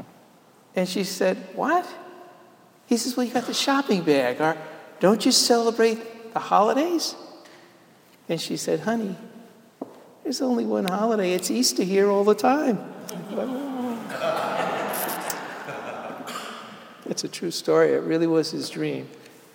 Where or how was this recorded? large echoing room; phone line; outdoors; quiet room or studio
large echoing room